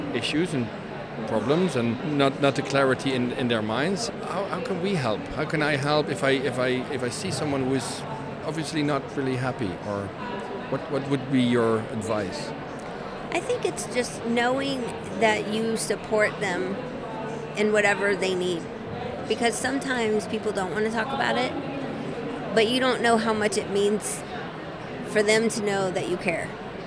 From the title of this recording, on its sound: Live from #IMEXAmerica